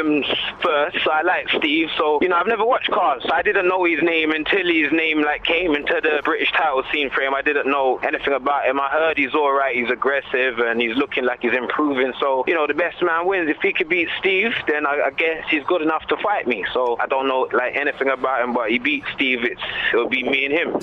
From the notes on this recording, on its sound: In the studio. On the phone.